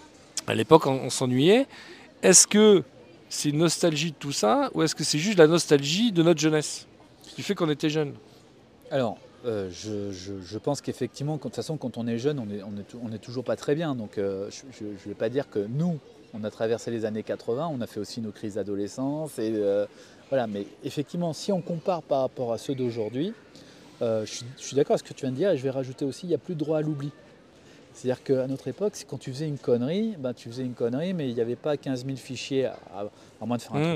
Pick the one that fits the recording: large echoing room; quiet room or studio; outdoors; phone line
outdoors